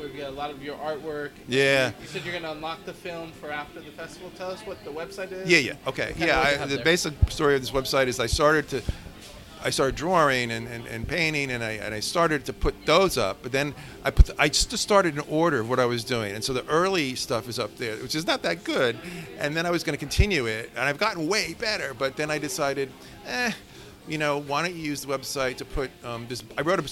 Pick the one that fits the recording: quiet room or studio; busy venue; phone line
busy venue